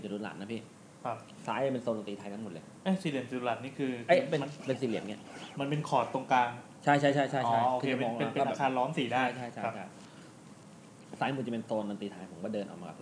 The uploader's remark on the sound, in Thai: ตอนนี้พิเศษตรงที่เราอัดรายการกันในโรงพยาบาลเลยนะ คุณภาพเสียงนี่อย่างแย่.